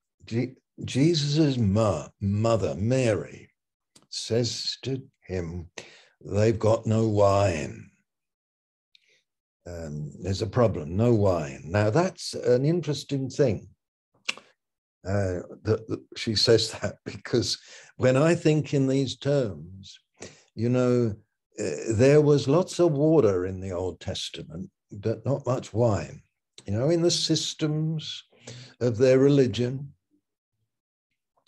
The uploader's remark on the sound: Malaysia Meets (Zoom)